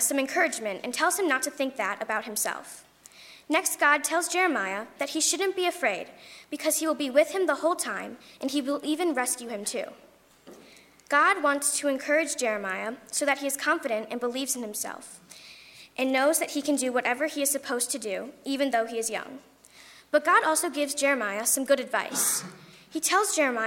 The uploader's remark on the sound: during the 8:30 AM and 11:00 AM services on Sunday February 11, 2018 as part of Youth Sunday, at First Presbyterian Church of Arlington Heights, Illinois